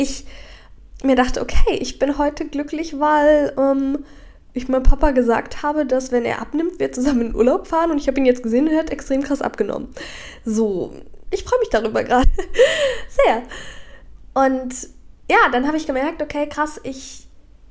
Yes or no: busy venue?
no